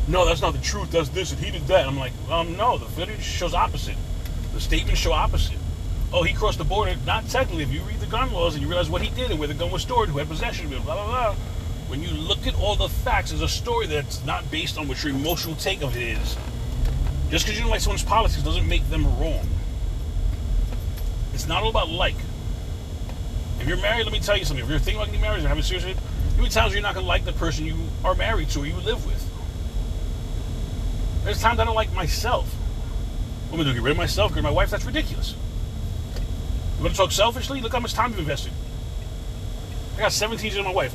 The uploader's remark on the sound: CarCast